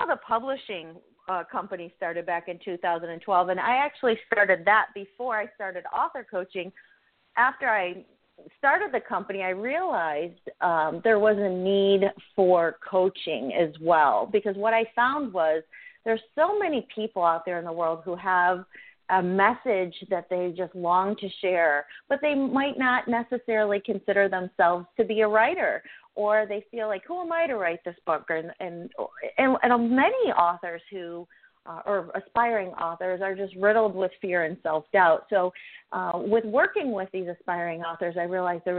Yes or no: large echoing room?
no